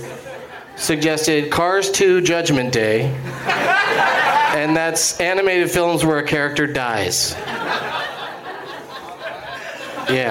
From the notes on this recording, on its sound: Live from The Firebird in St. Louis, MO.